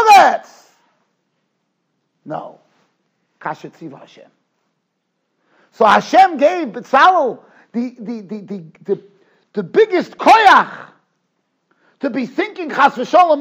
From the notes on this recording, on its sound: Shiur recorded in Yeshivas Ohr Reuven, Monsey, NY.